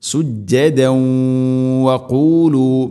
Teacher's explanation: തൻവീനിനെ വ എന്ന അക്ഷരത്തിലേക്ക് ഇദ്ഗാം ചെയ്യണം, കൂട്ടി ലയിപ്പിച്ച് മണിച്ചുകൊണ്ട് ഉച്ചരിക്കണം · Term: ഇദ്ഗാം ബിഗുന്ന